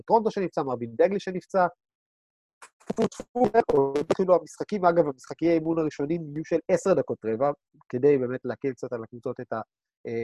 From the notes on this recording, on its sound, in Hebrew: הפרק הוקלט בתוכנת זום ויש כמה רגעים של סאונד בעייתי